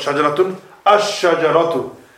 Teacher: So, it's saying, however, if the definite article is preceded by a word or letter, then it will not be pronounced, meaning the alif will not be pronounced. Obviously, the lam is not pronounced anyhow.